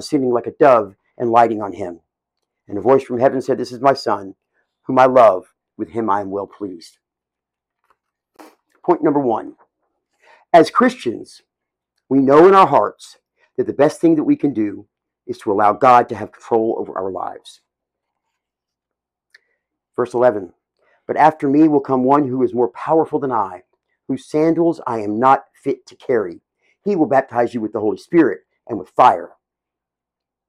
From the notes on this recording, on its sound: full service recording